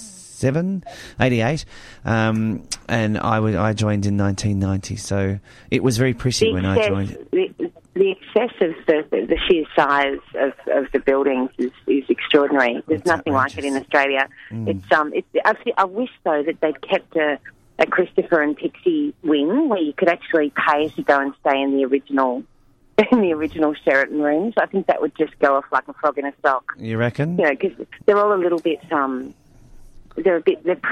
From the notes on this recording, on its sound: On the phone.